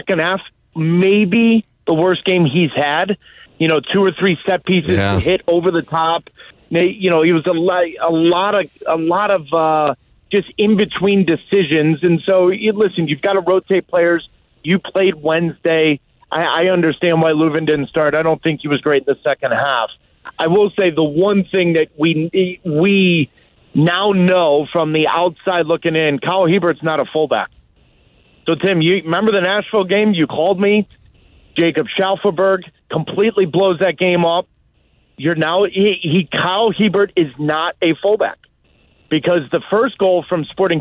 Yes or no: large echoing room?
no